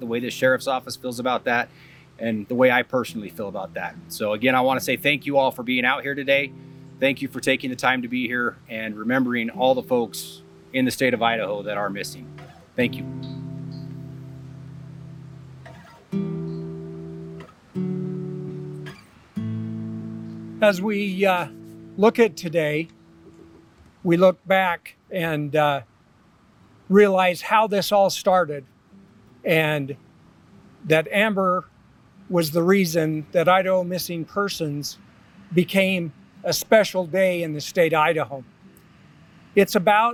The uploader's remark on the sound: This also includes the full recording from the Missing Persons Day event held in front of the Bonneville County courthouse.